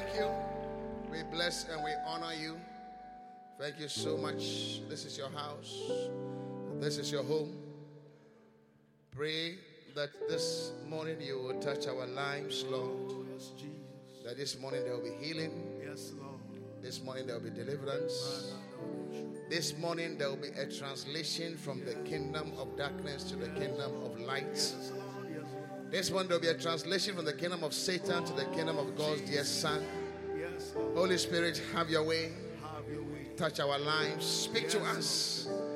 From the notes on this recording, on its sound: Swollen Sunday ( Encounter Service ). Preached at the Qodesh.